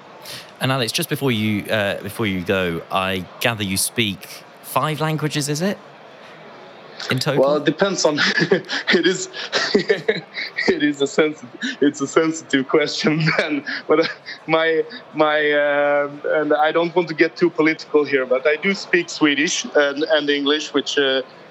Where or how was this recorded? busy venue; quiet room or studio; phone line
busy venue